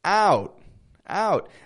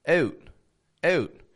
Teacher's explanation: A Canadian will make it a little shorter. · Shown in: second take